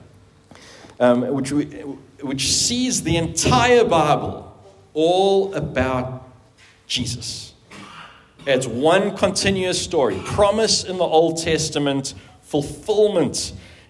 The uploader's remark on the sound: At the 2023 annual conference for the Theological Education Association of Southern Africa in Pretoria, South Africa.